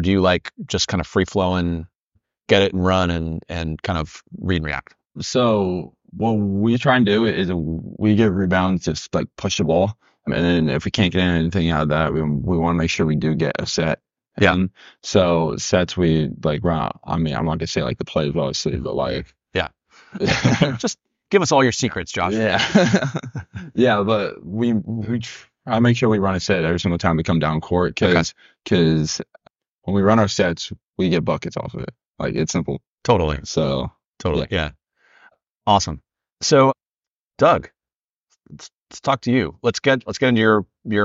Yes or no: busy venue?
no